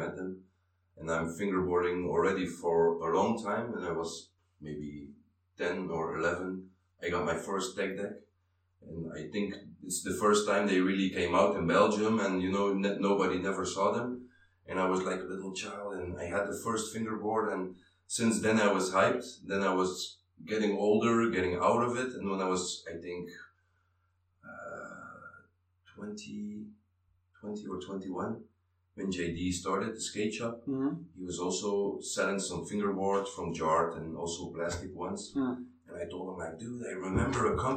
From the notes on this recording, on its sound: This week I actually did an in person interview. Who came by the ASI Shop where we recorded. Sadly the room at the ASI Berlin Shop we recorded in had a bit of an echo. Please excuse the audio.